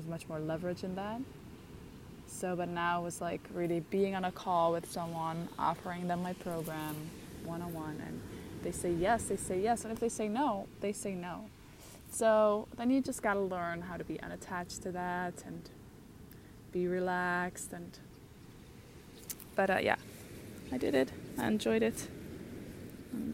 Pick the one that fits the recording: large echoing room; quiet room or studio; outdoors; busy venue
outdoors